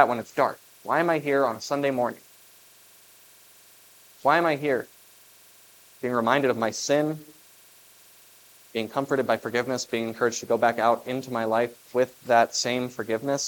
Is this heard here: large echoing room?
yes